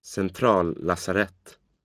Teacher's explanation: Compounds, words made up of two or more words, have stress on the first and last part of the compound. In Stockholm Swedish, the first stress has a falling tone. The last stress has a rising tone.